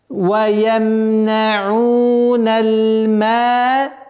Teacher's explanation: Естественно, удлинение в размере двух огласовок. · Term: естественное удлинение